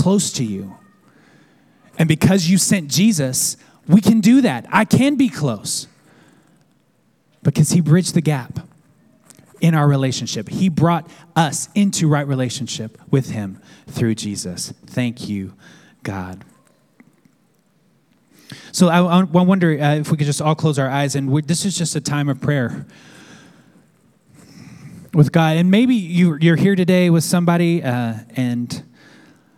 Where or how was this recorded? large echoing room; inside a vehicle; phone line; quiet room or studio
large echoing room